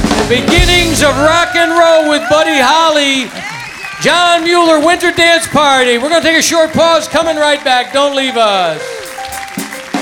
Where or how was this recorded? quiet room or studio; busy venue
busy venue